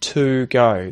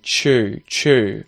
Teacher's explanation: Brazilian Portuguese speakers turn T sounds in English at the starts of words into a ch sound when it's followed by an oo vowel sound · Shown in: second take